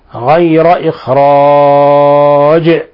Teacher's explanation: حينما نقف على الجيم نقف عليها بالسكون ولا بد فنقلقلها لأنها من حروف قطب جد، الحروف الخمسة المقلقلة، غير إخراج.